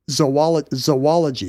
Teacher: I was saying zoology with a schwa.